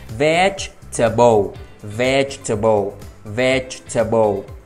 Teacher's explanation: Chúng ta nhấn âm đầu tiên, veg. Rồi tiếp theo là âm T và âm E, chúng ta sẽ đọc là ter.